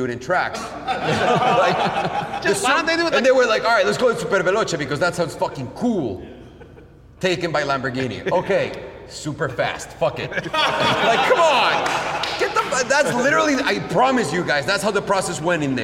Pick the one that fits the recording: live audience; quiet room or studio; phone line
live audience